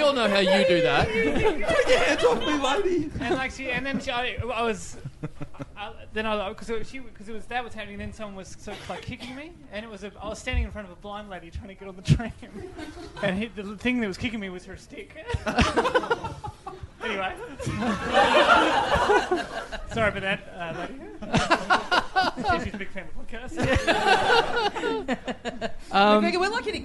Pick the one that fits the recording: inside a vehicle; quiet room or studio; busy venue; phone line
busy venue